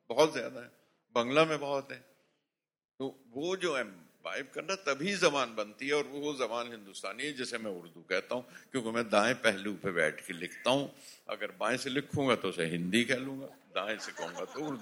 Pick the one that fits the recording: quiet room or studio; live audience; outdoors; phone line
live audience